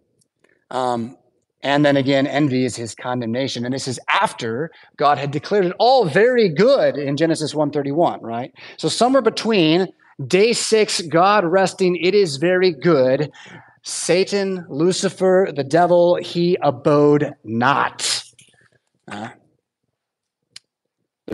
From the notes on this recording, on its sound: Preached at St Paul Lutheran Church , Rockford, Illinois on Sunday October 1st, 2023.